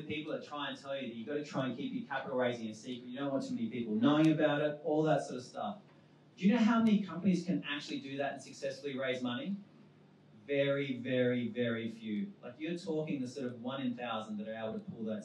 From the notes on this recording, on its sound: Recorded on our launch at WeWork Pyrmont in August